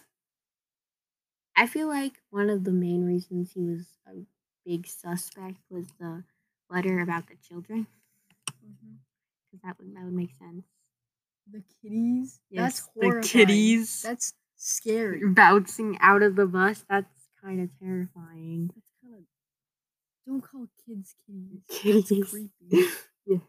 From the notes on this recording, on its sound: This is our first episode audio quality is bad this week.